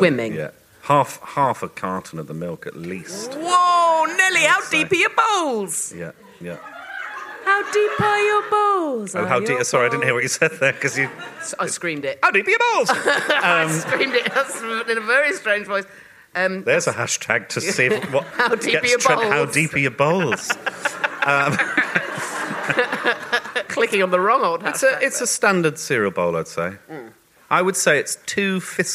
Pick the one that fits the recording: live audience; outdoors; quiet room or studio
live audience